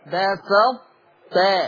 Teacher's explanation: هخش بطاء واطلع بإيه؟ بالتاء · Term: إدغام ناقص